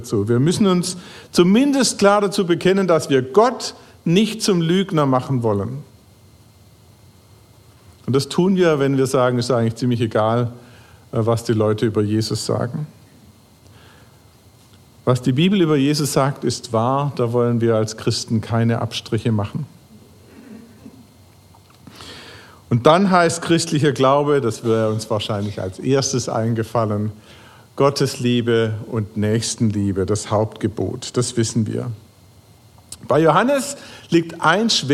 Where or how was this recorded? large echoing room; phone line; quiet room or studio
large echoing room